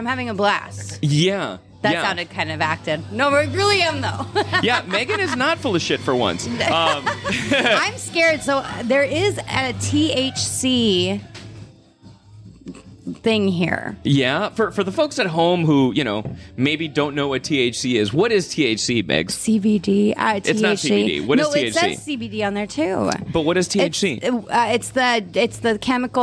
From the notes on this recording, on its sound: We check iut Westside Food Festival